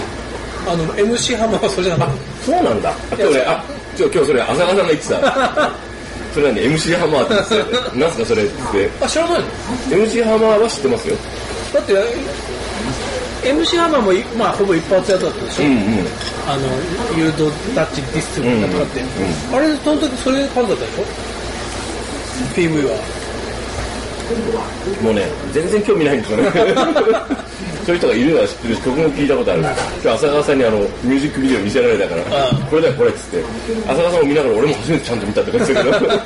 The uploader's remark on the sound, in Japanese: 昼間の収録を終え、近所の居酒屋「耕房」にて、旨いアジフライを食べつつ、冷えた生ビールを呑みつつのグダグダトーク。。。